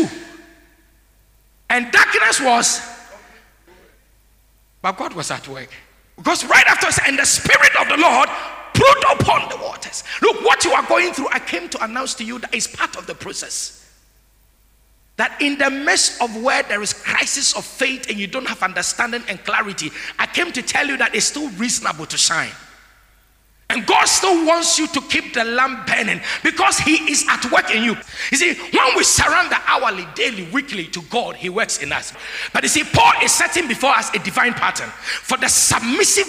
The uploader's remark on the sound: Sermon preached at CBC Shiashie Campus.